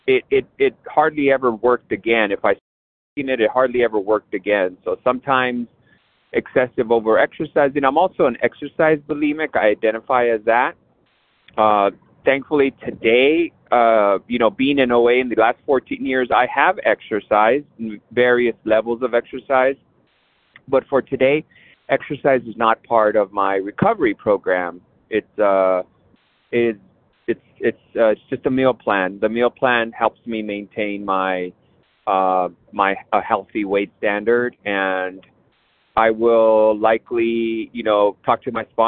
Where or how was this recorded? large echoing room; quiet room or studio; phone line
phone line